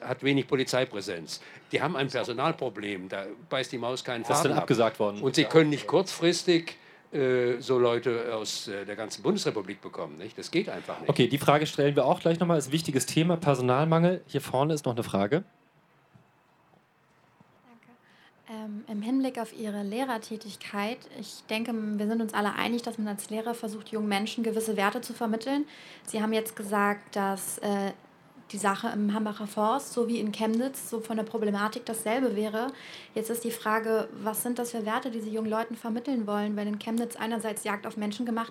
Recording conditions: busy venue